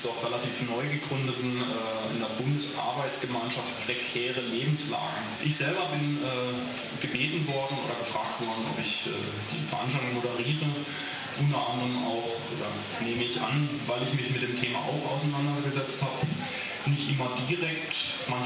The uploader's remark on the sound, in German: Live-Mitschnitt (Auszug)einer Lesung